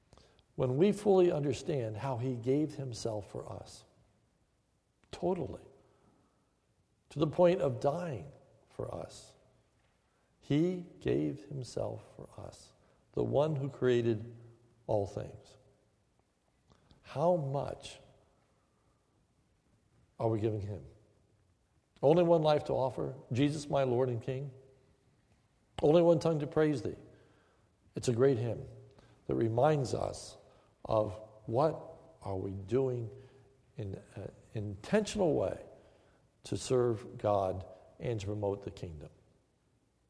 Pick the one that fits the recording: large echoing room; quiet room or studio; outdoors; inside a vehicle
large echoing room